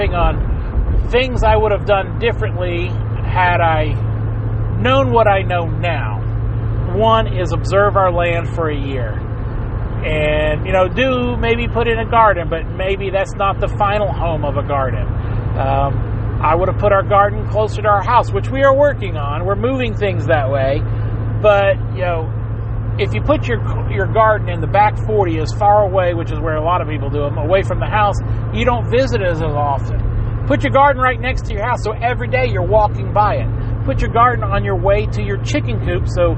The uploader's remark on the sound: Sorry for the background clicks. I tried to edit it out but didn't have much luck without distorting the audio to the point you can't hear.